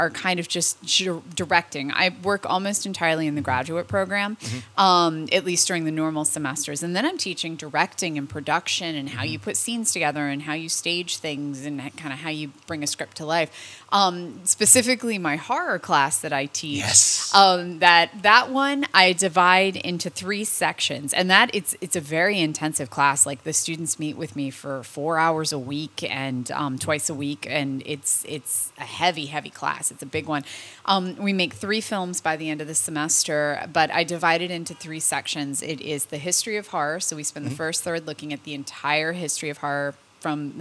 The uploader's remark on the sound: we got an opportunity to talk with her backstage